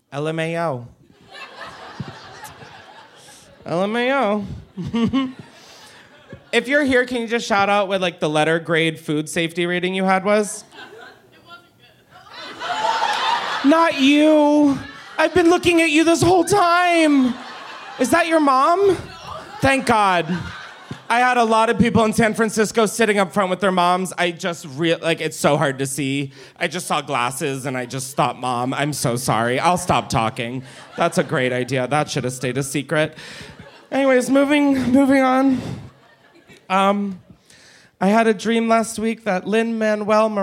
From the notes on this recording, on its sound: Live from the Punch Line in Philly. Gets wild with the audience.